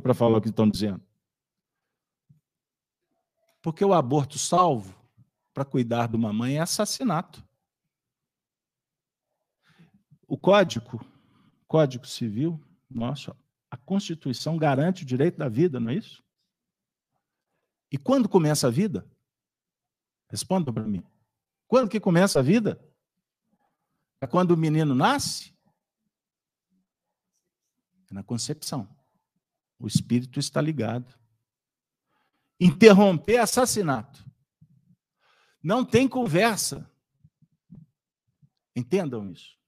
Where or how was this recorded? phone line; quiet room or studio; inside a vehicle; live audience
live audience